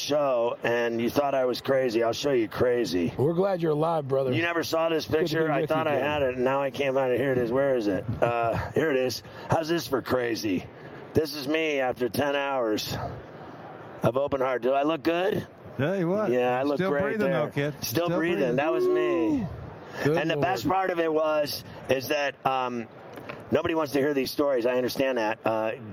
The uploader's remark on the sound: Live From Radio Row in Las Vegas!